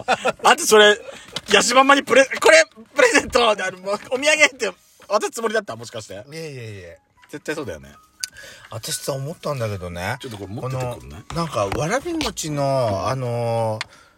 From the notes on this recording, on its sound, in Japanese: 今回はお茶の間ASMR風な感じで。パーキング収録。ドスラヂお食事ASMR。